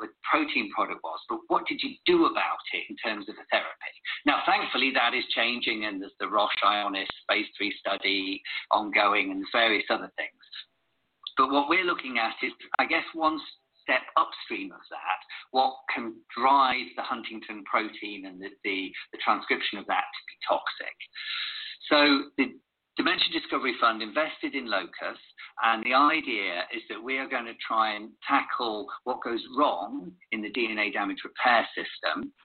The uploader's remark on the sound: This show was done on Zoom.